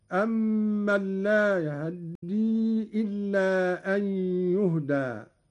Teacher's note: قوله تعالى: أمن لا يهدي إلا أن يهدى. قرأ قالون باختلاس فتحة الهاء، وهو اختلاس الجزء الأكبر من الفتحة مع السرعة